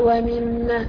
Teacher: ميم مشددة، كنا بنسمي الحرف ده حرف ايه؟ حرف غنة مشدد يغني بمقدار حركتين